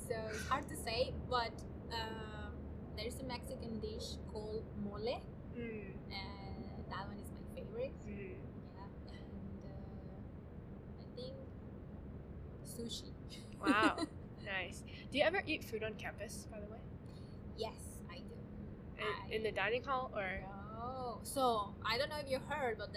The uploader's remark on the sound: Apologies for the imperfect audio and background noise, this conversation was recorded outdoors!